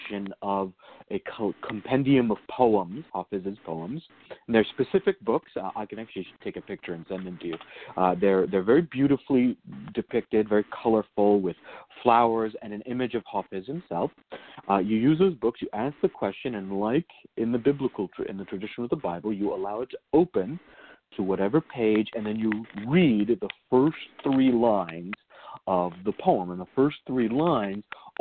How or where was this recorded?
phone line